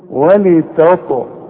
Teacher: الطاء هتلاقي عليها سكون. لازم تقلقل. القلقلة إذا كانت في وسط الكلمة الشرط يكون عليها سكون أو هتوقف على الحرف سواء مفتوح مضموم مكسور أي حاجة لأن إحنا كمان بنسكن الحرف.